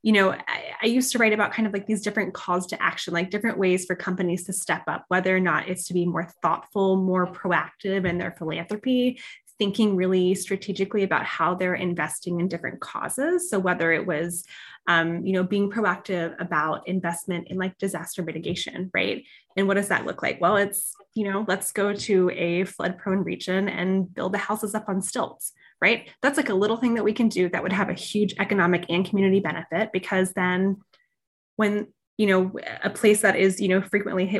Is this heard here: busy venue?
no